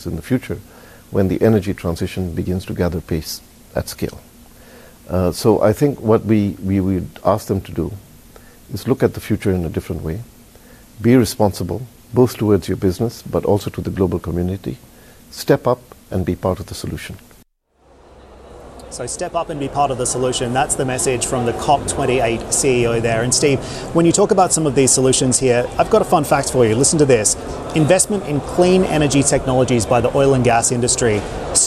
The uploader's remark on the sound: We are live at the ADIPEC summit in Abu Dhabi where we will be speaking to whole hosts of guests from the energy sector.